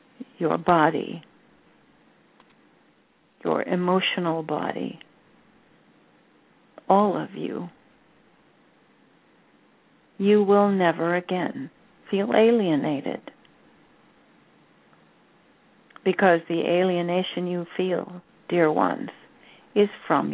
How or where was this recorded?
phone line